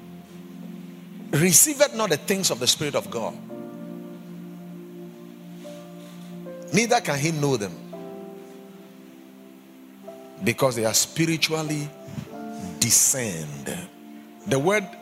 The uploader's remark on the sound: Preached at the Watered Garden Church